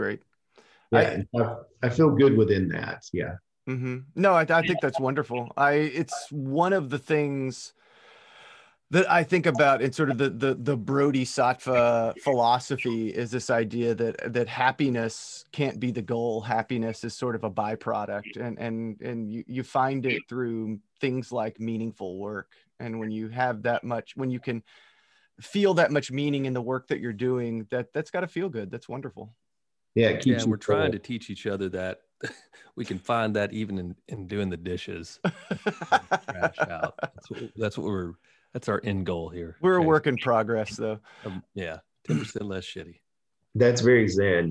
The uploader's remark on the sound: We're glad everything was over Zoom, because the nervous sweat stink was strong.